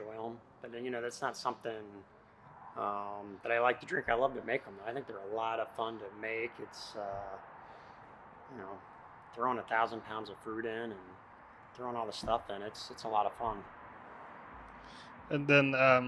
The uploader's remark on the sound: Third Eye Brewing Company in Sharonville, Ohio. This episode was recorded at Third Eye Brewing Company.